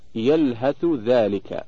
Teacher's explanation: إدغام الثاء في الذال في قوله تعالى يلهث ذلك